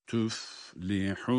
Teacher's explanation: Medde arız ile bitiriyor ve nunun unnesi ile de tamamlamış oluyoruz